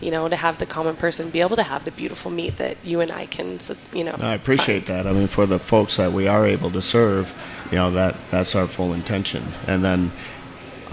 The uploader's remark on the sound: Live from The Stanley Marketplace! This amazing marketplace is built in an old airplane hangar and has more than fifty locally owned businesses.